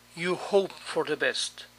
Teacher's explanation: Noten que el sonido T no se escucha claramente.